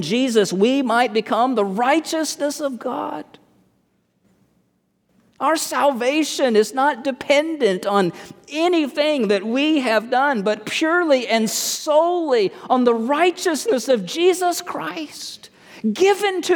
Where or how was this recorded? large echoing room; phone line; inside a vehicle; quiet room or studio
large echoing room